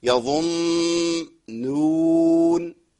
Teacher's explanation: وانا بينت لحضرتك قبل كده يظنون، بعض المشايخ بيختبر الطالب اللي جاي له في يظنون عشان يخلص النون، لان معظم الناس او كثير الا ما رحم ربي يقول يظن، يجيب النون الاولى المغنى مفخمه